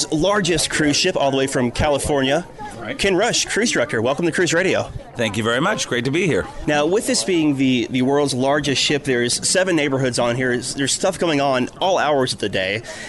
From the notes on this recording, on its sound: Live Broadcast Aboard Royal Caribbean's Allure of the Seas. Hear passenger reviews and the CEO of Royal Caribbean.